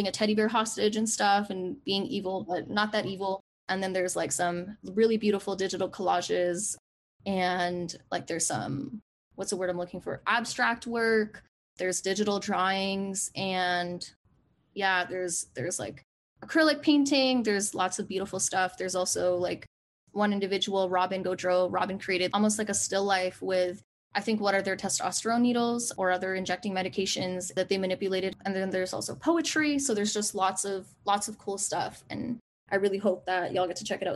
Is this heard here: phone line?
no